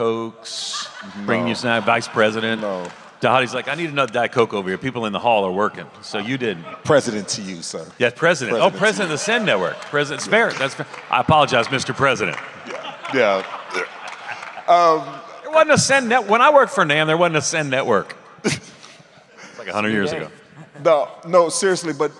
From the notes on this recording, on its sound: at the Send Network breakfast at the SBC annual meeting this week